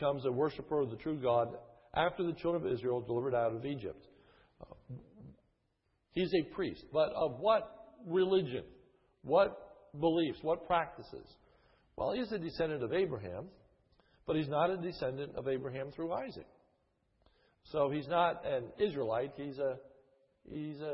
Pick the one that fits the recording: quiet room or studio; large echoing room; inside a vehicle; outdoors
large echoing room